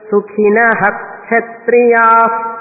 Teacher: సుఖినః క్షత్రియాః శర్పరే విసర్జనీయః అని సూత్రం. ఆ యొక్క క్షకారం వచ్చినప్పుడు దానికి ముందున్న విసర్గను పూర్తిగా చదవాలి. ఎలా చదవాలి, సుఖినః క్షత్రియాః అని చదవాలి.